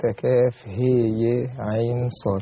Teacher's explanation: وأمال الهاء والياء في كلمة كاف هي عين صاد · Term: إمالات